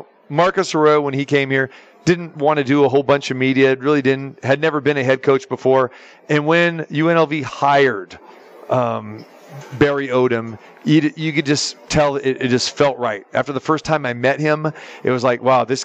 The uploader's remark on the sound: Live from the Super Book at the Westgate Las Vegas